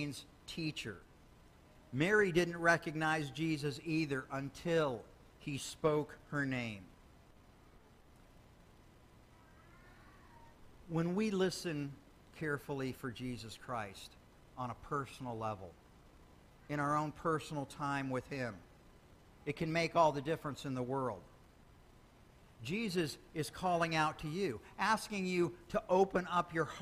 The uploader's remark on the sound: Sermon Audio